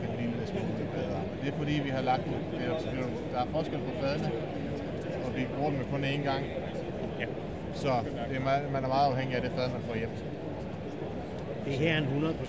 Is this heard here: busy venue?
yes